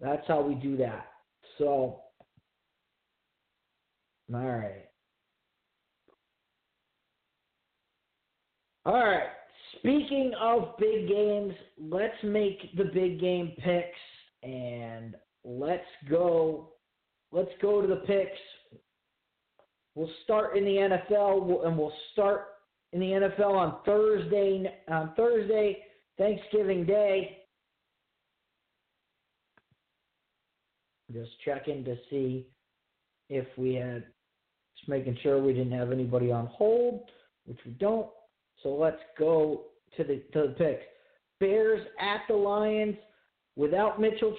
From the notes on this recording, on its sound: Live phone calls.